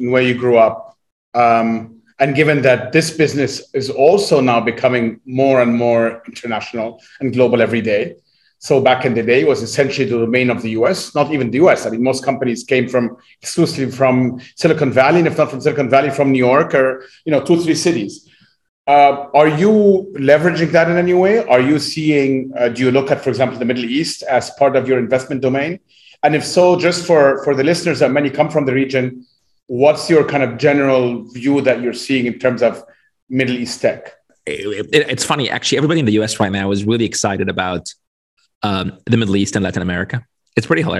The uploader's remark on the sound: Via Zoom in Silicon Valley.